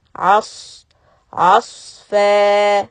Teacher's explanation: the sod has a sukoon, so we need to make the heaviness of the sound